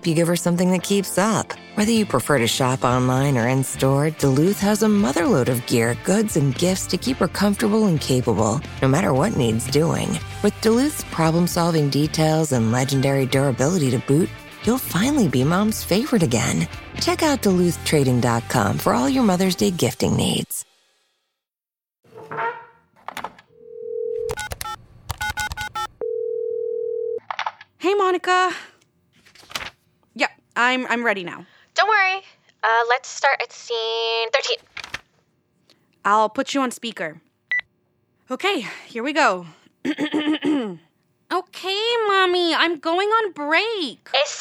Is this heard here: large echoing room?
no